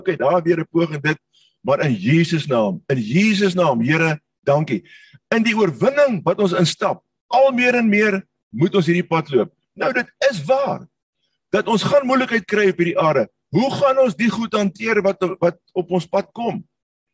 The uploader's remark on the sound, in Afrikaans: Manne van die Woord Zoom Byeenkoms 3 Mei 2022